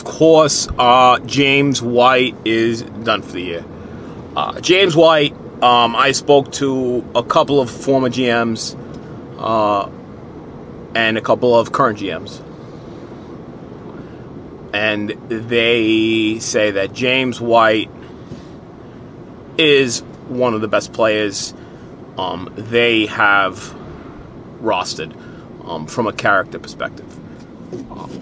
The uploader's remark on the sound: from the car